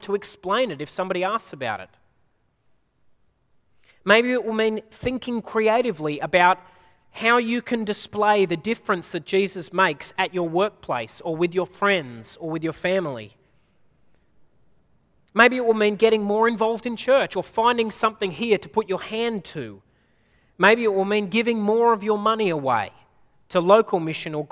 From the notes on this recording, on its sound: At a Church in the Graveyard service